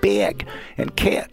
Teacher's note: take this ah vowel and make it fronter and higher